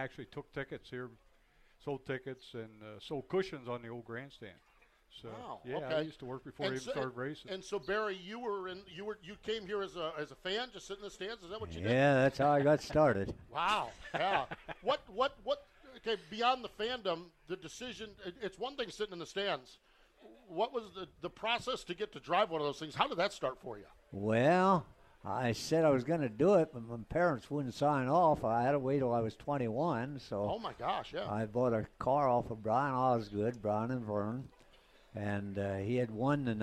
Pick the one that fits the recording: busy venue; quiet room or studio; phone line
busy venue